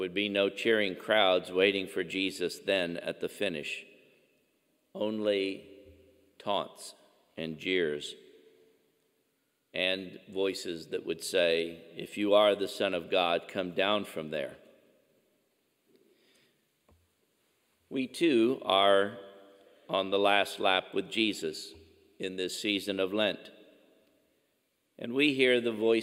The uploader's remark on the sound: Angela Merici Catholic Church in Missouri City, Texas in the Archdiocese of Galveston-Houston.